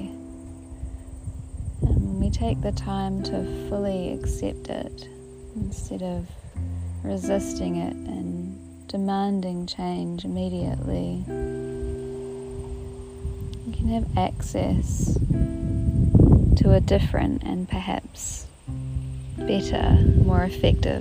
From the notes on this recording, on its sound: I attempted to record this one outside, apologies for the rumbling wind!